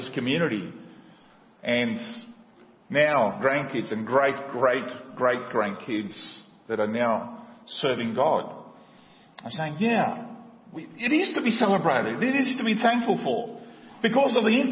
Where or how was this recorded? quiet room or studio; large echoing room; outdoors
large echoing room